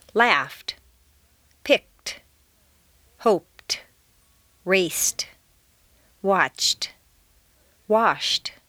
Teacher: T replaces D in the past tense after an unvoiced consonant sound, f, k, p, s, ch, sh, f, except T.